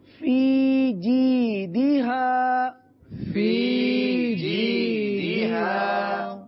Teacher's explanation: فی ایک الف تک کھینچ کے پڑھیں گے